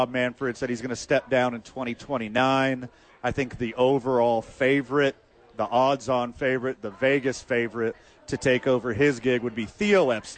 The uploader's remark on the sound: live from Sadies